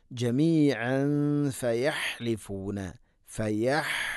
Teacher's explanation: ഹ തൊണ്ടയുടെ മധ്യഭാഗമാണ് മഖ്റജ്.